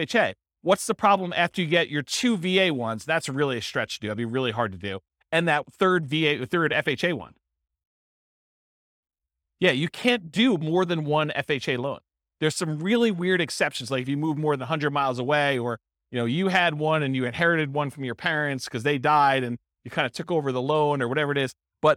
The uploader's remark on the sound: This was a live class recorded